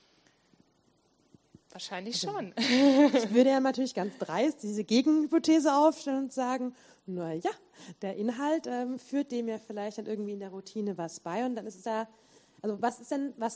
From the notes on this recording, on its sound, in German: Vortrag und Podiumsdiskussion